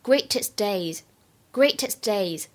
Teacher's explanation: greatest 和 days 当中有一个完全失去爆破 · IPA: [greɪtɪst] [deɪz]